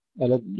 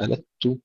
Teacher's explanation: ألد الخصام، ألد، لا نقول ألدت، ننتبه إلى الدال المشددة لا تتحول إلى تاء · Shown in: first take